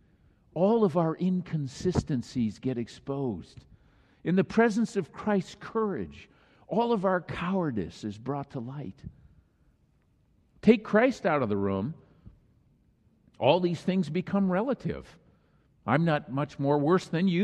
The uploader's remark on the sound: Thanksgiving message on this Christ the King Sunday was delivered during the Traditional Worship service.